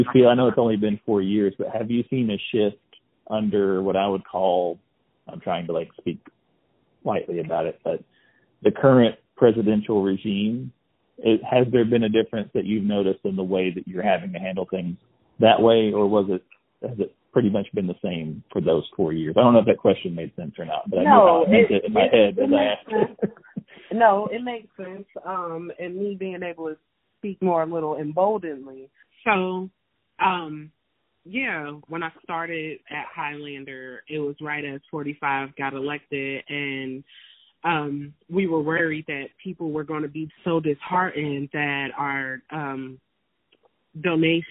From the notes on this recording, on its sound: Talk via telephone.